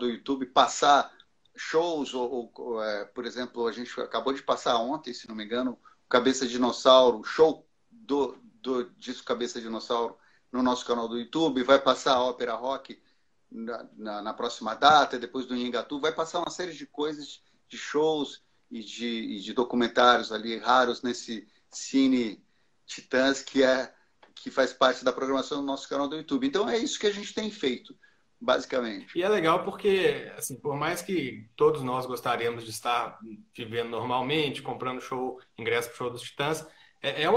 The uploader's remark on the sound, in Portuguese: ao vivo no instagram da Alvorada FM